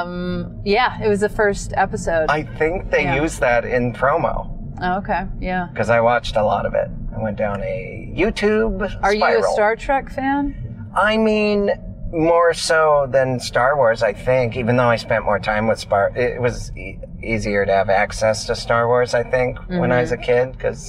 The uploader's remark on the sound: In the Car